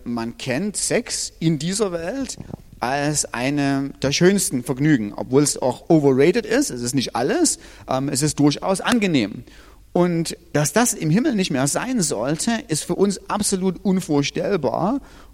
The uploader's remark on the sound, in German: Diese Predigt ist aus dem Gottesdienst